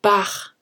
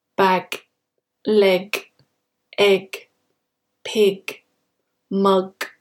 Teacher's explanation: So in words like bag, they would say bach, leg, lech, egg, ech. So when a word ends in G, we do not exaggerate that sound at the end. The sound is cut off at the back of your throat, but without any vibration. · Shown in: second take · Bag, leg. It's almost like a K sound.